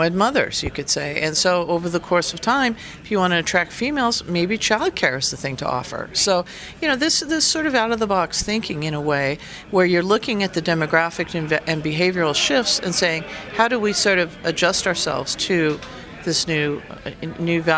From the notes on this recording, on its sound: live from TEX LA.